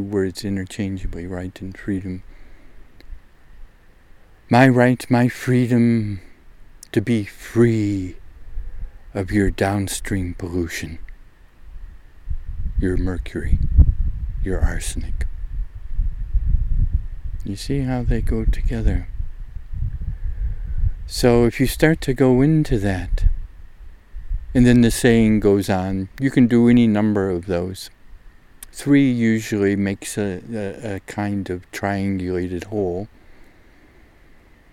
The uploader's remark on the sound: MADE WHILE I was out doing mid-April fieldwork, this is a rough-cut dialogue tape -- with a bit of gusty wind at the beginning of the recording.